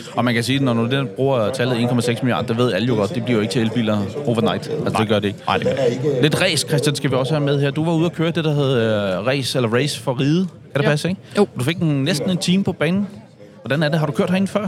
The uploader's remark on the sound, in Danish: Ægte racestemning fra NDI's stand ved CHGP 2023. I denne episode er podcasten taget til CHGP 2023 og har fået plads på NDI's stand. Med ægte stemning af race og lyd fra de hurtige biler. Copenhagen Historic Grand Prix.